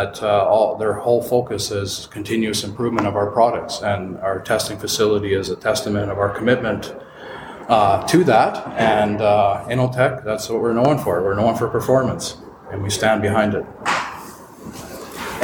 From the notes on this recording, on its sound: In this special bonus episode recorded at the PhiusCon 2023. The Passive House Podcast at the Passive House Network Conference.